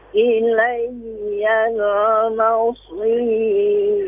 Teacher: Huruf ro-nya dibaca tipis ya Pak ya, karena sebelumnya ada sukun dan didahului huruf berharokat kasra.